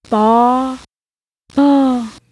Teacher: So it's not only tone, there's also a register, as we call it, issue here. There's a breathiness to paternal grandmother, that way that it sounds kind of like a sigh.